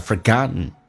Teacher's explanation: 在口语化当中经常我们 t 跟 n 组合， t 是可以不发音